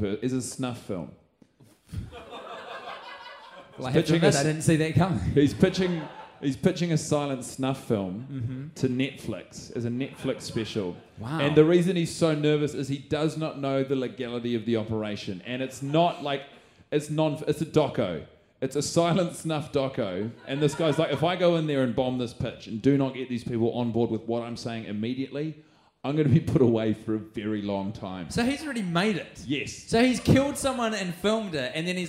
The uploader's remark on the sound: The lads are watching in front of a live audience downstairs in the concrete basement of a pizza restaurant - The Montecristo, which the boys are running as a new comedy venue in their hometown.